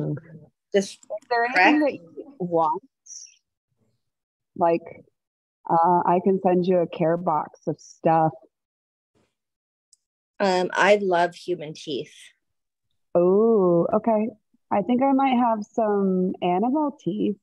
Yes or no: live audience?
no